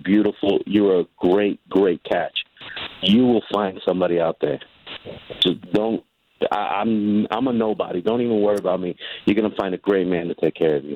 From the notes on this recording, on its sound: on the phone